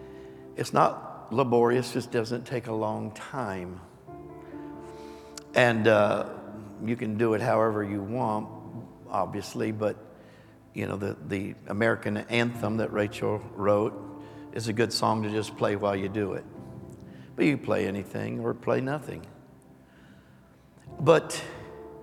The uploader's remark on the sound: Recorded live on 7/3/22.